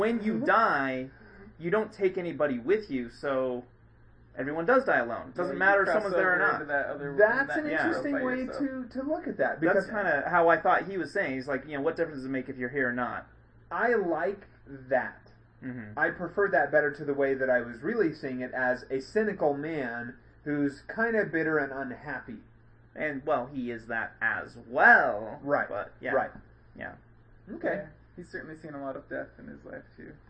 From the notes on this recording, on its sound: Sorry about the bad sound quality. It was a new mic.